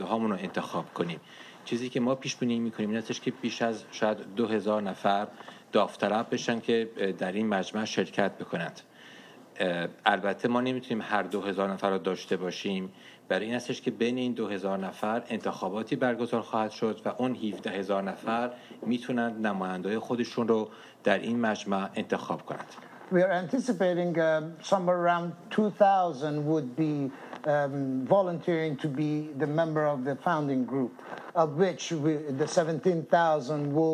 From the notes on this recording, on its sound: Iran Democratic Transition Conference: Panel introducing the National Council of Iran.